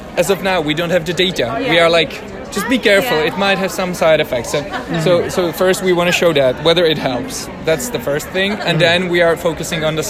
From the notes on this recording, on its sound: recorded during the ADA 2023 Conference